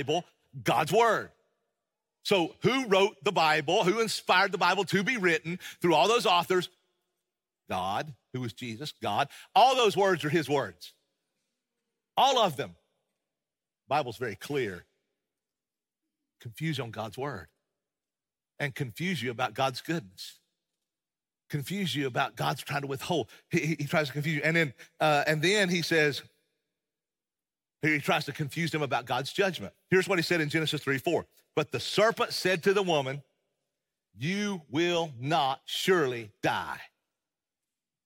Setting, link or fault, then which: setting, large echoing room